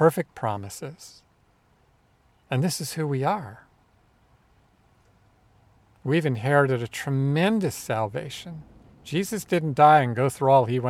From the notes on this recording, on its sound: This week is a little different in that we are recording outside at the beach in NC, and you might even hear some seagulls and waves.